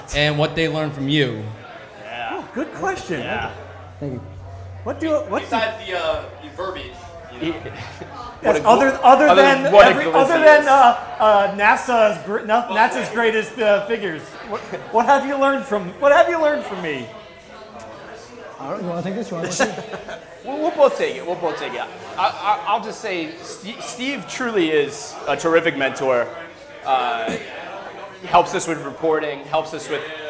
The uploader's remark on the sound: Rutgers Rant LIVE. The Rutgers Rant hosted its first live episode on Thursday night in New Brunswick. Answered questions from the crowd.